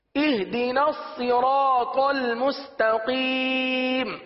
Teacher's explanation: صراط ال کو پر پڑھیں گے صحیح ہے، اور مستقیم کی تا کو باریک پڑھیں گے